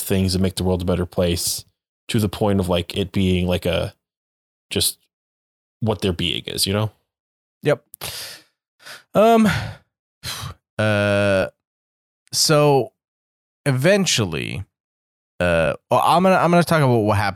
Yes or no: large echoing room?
no